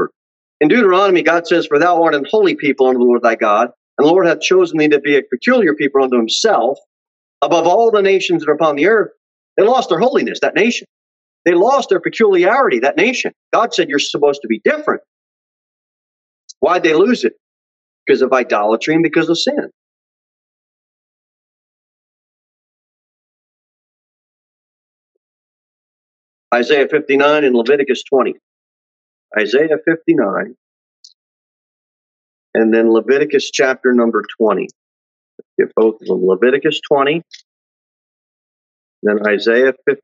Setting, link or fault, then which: setting, large echoing room